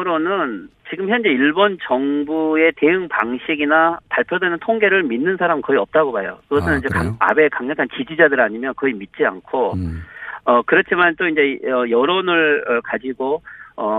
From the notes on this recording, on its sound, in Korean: 전화연결